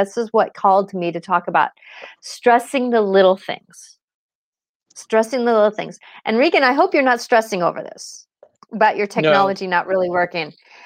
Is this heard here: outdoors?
no